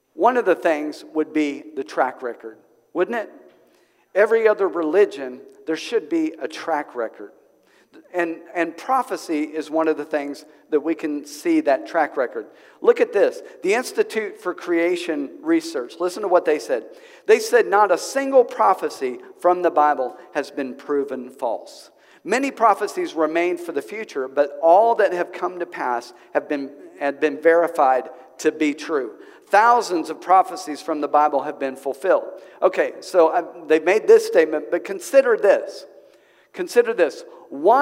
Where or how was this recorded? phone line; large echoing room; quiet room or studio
large echoing room